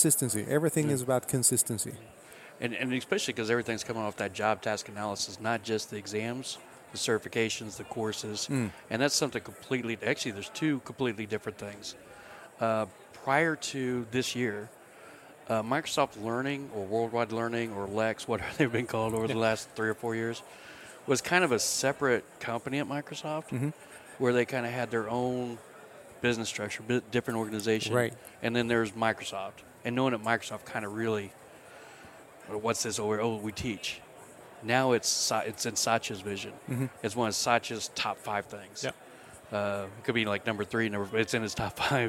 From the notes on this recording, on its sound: recorded at Microsoft Ignite in Orlando